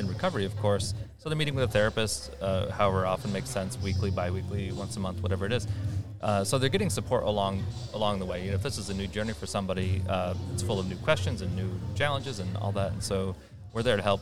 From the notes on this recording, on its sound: at the Alcoholism and Substance Abuse Providers of New York State (ASAP) Conference in Niagara Falls